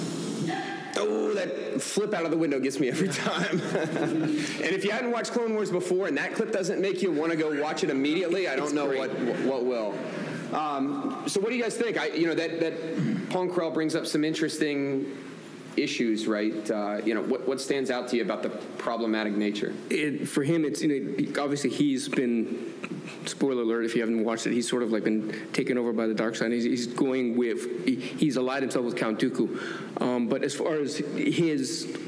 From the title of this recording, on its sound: Live panel from SWCO